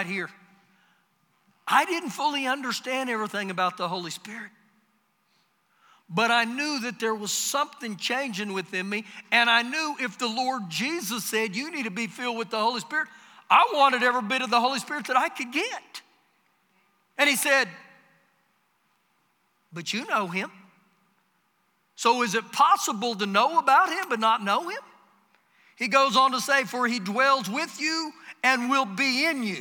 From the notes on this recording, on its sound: Recorded live during our Sunday morning service